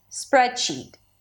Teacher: Primary stress is on the spread. · IPA: ˈspɹɛdʃiːt